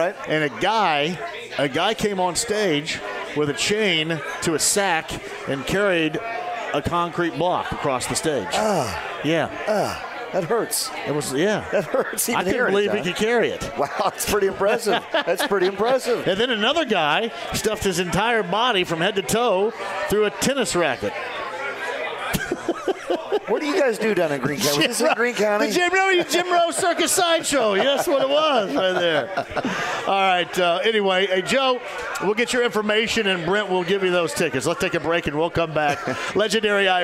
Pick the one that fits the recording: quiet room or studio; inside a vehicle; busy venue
busy venue